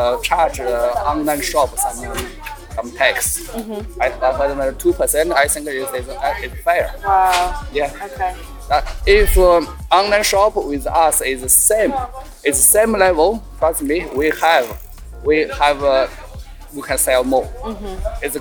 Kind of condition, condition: setting, outdoors